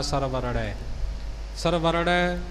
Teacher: ੜਾੜੇ ਨੂੰ ਇੱਥੇ ਵੀ ਕੋਈ ਰਾਰਾ ਹੀ ਬੋਲ ਜਾਂਦੇ ਨੇ